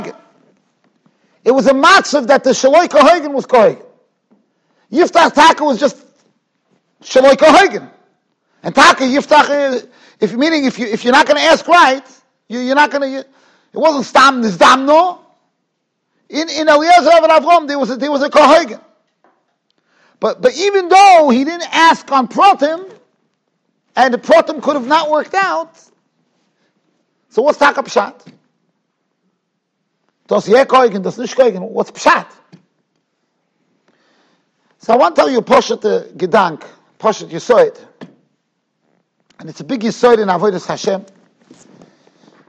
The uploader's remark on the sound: Shiur recorded in Yeshivas Ohr Reuven, Monsey, NY.